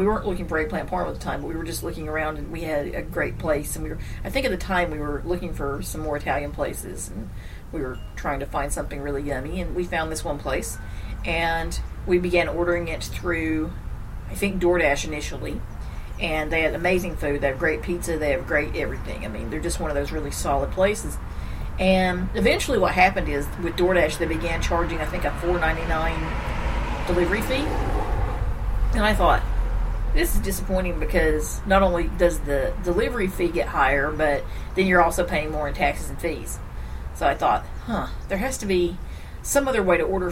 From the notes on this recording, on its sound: take the recorder outside for the New York Front porch edition